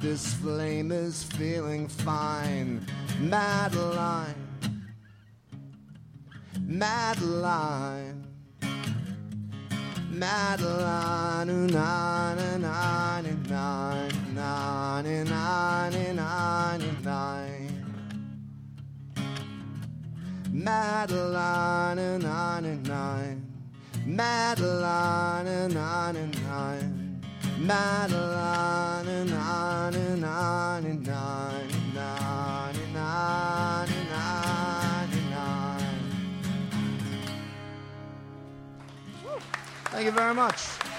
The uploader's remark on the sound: Ask Roulette is a conversation series in which strangers ask each other questions on stage. This excerpt is from our July show at Housing Works Bookstore in New York City.